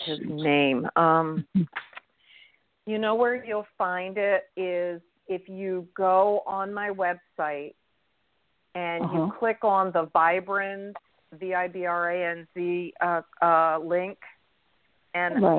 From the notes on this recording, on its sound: in response to callers' questions